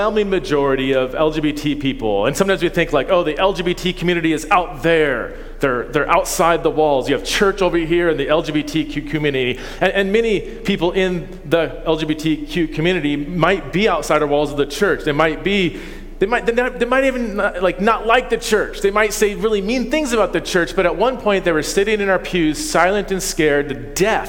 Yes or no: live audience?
yes